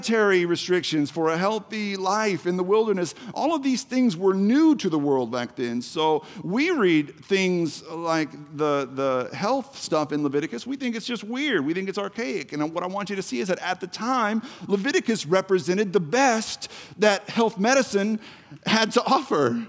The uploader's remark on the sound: The Story Houston Service